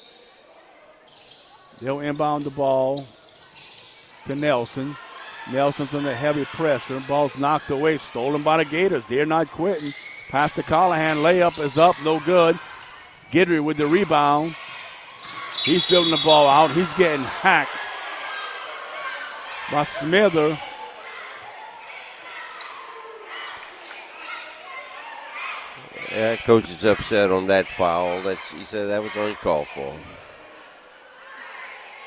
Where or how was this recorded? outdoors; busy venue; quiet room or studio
busy venue